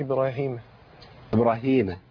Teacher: مع تحقيق الراء. والراء مفخمة.